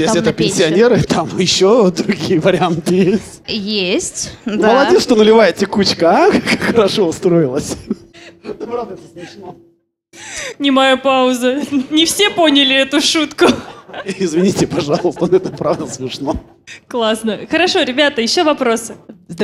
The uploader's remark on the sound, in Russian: мы сделали открытую запись подкаста